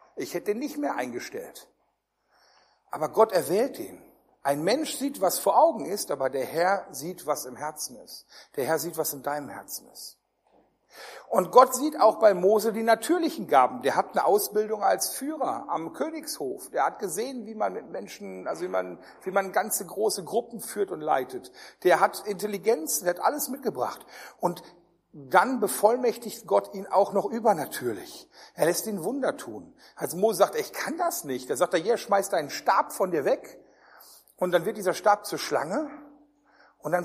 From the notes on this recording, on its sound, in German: Der erste Teil einer Predigtreihe die im Rahmen einer Jugendmitarbeiterschule gehalten wurde